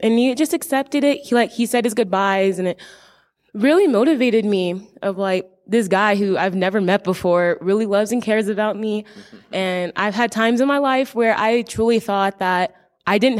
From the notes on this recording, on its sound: This episode is a recording of Christ Street Fellowship's 10th anniversary service.